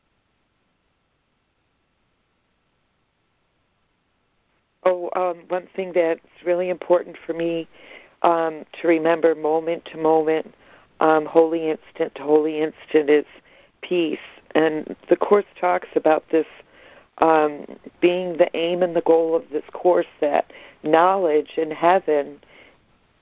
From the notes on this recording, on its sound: ACIM Daily Conference Call.